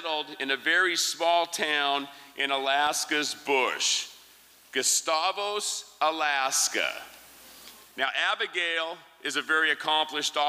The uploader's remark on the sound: performance was recorded at the Liberty Theatre on Saturday, February 25th, 2023